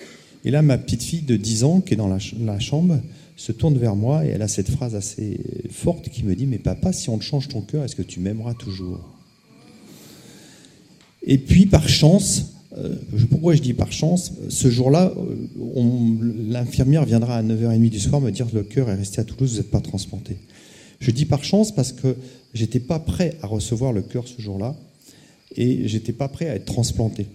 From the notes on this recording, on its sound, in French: partager cette expérience avec le public de la Veillée